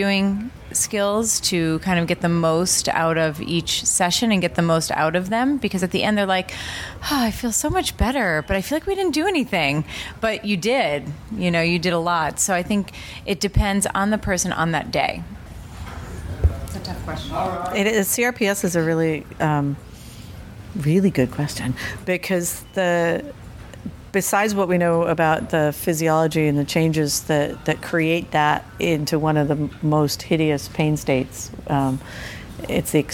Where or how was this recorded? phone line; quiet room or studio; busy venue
busy venue